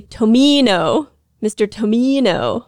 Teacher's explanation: people put a lot of emphasis on the middle syllable.